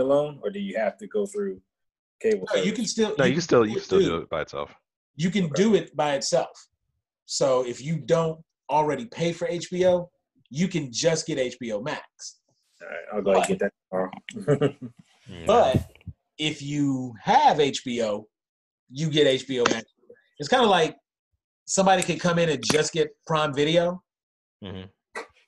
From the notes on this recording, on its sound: on a Zoom call